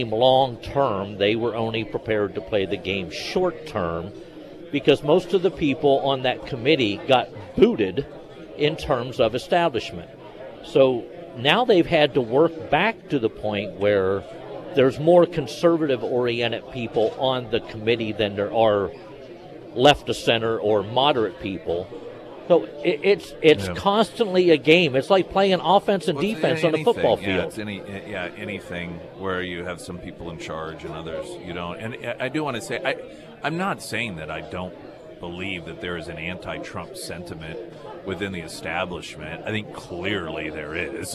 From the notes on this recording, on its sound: live at Scramblers Diner for KSGF Heroes Veterans Breakfast